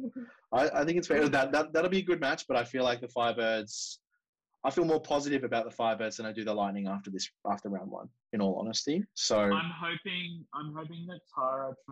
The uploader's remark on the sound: WARNING: We had major issues with our recording for this one, unfortunately! You'll be listening to a Zoom call. Sorry about the audio!